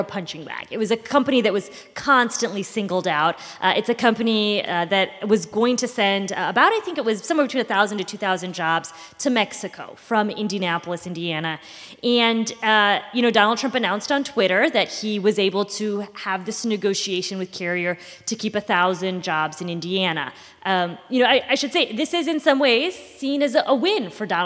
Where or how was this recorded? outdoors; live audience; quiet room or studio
live audience